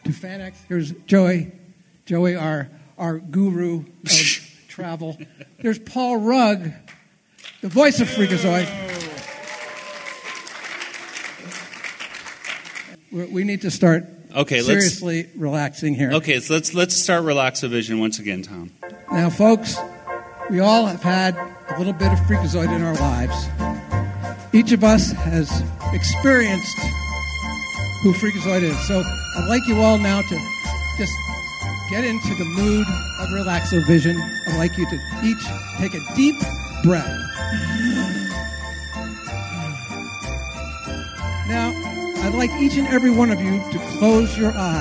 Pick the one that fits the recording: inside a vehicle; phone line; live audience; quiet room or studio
live audience